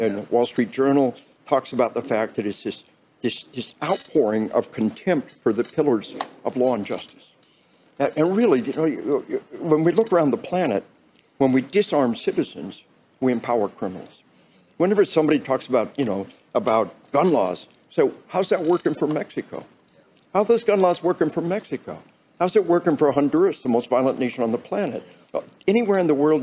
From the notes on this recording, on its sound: conversation recorded at the 2022 NRA convention in Houston